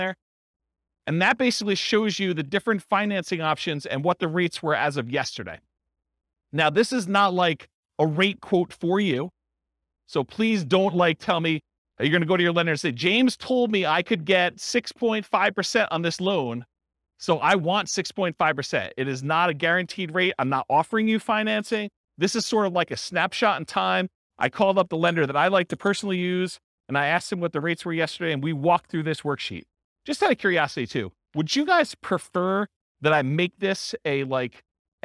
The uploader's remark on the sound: This was a live class recorded